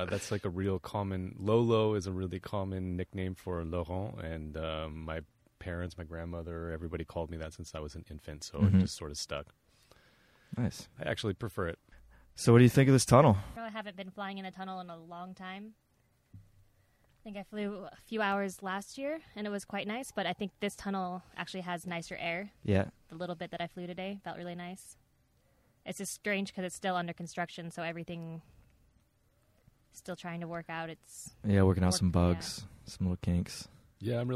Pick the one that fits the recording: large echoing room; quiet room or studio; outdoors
outdoors